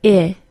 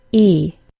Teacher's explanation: My tongue is mid-high in my mouth and more relaxed than the long E, which sounds like E. · Term: short I